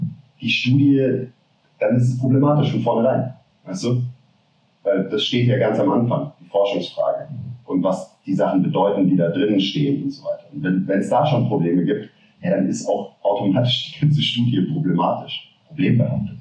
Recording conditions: poor sound quality